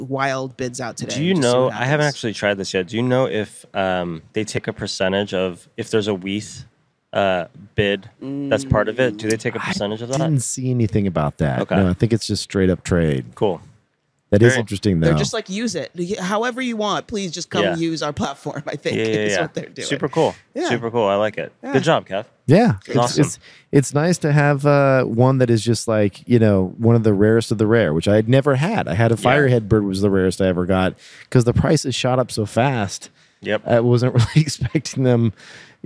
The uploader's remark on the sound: live from the Foundry DTLA